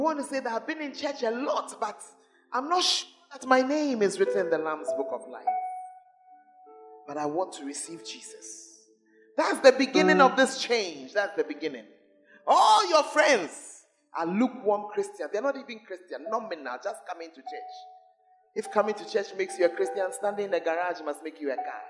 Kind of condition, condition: setting, large echoing room